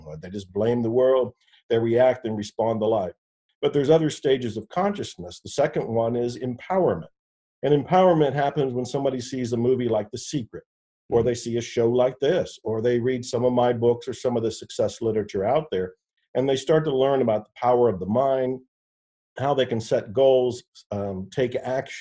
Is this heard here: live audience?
no